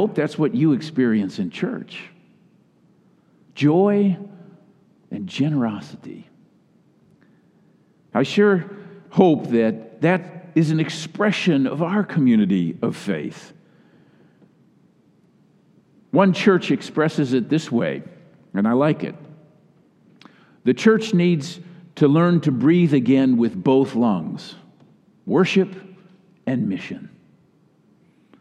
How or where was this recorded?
large echoing room